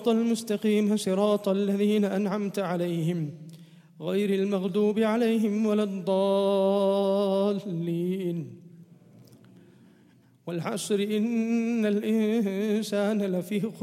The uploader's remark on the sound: 16th Night Taraweeh 2018/1439 at the Houghton Masjid (West Street), Johannesburg, South Africa Ramadan 2018